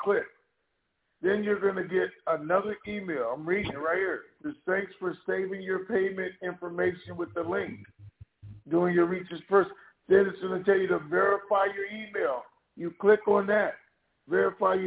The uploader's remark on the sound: TNTSuperfantastic Conference Call